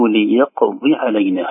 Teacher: بكسرة فقط تحت الضاد دون إشباعها